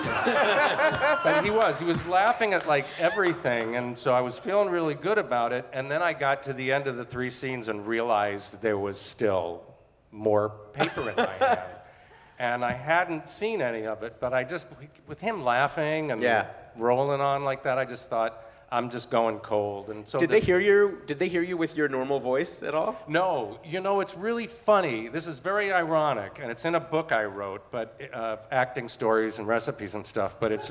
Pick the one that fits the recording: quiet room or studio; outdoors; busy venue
busy venue